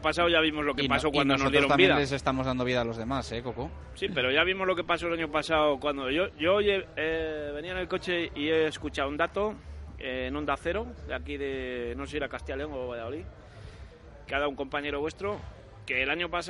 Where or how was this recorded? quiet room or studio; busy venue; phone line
busy venue